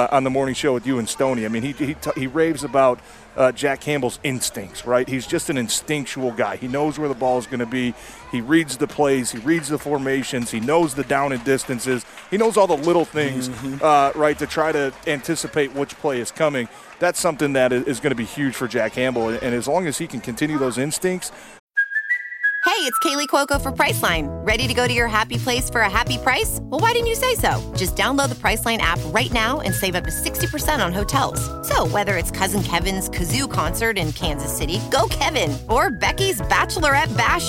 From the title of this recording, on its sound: Live From Lions Training Camp